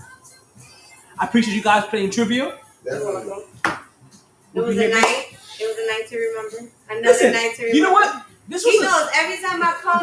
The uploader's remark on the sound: Monday Night Football live from Sharkeys.